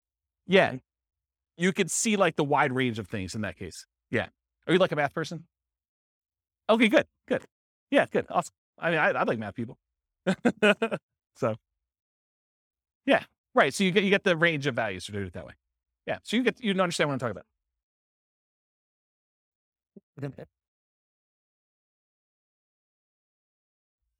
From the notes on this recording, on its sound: This was a live class recorded